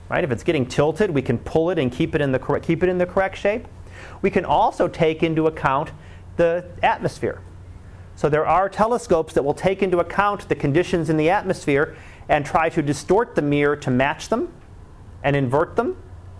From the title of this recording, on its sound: Live Class Lecture